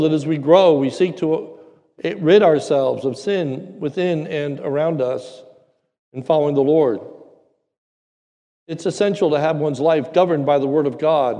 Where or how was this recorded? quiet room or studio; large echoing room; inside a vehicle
large echoing room